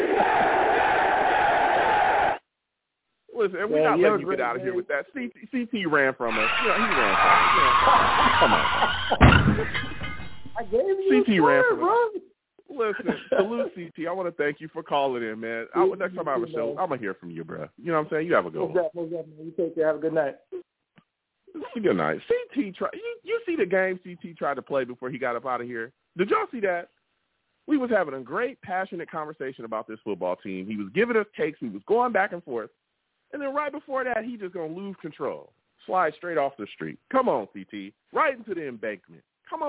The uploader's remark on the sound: I also take live callers!